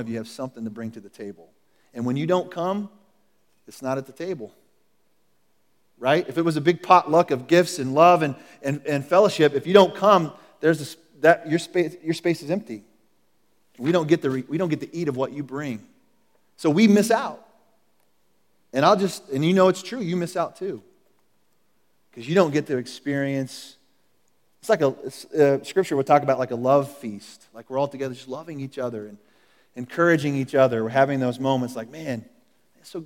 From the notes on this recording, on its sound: Recorded at The Calling Community Church located in Platte City, Missouri. Services are held in the Platte County High School auditorium at 10:30 a.m.